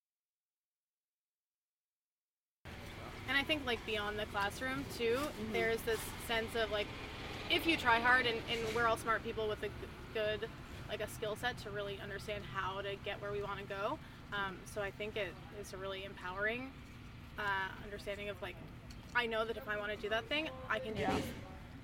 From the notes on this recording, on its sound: We set up a tent, a table, and chairs in front of George Washington Hall and invited alumni in to sit, relax, and reflect.